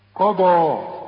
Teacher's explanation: واذا مرقق. قضى، القاف والضاد مفخمين، والمد كمان